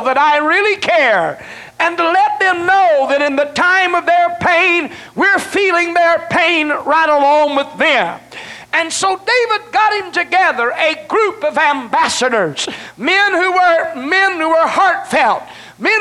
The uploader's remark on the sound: delivered at First Apostolic Church in North Vernon, Indiana